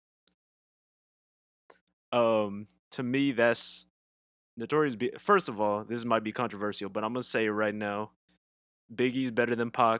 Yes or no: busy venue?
no